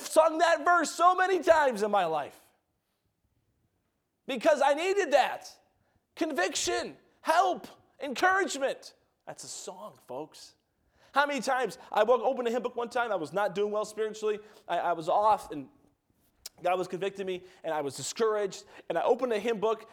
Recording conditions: large echoing room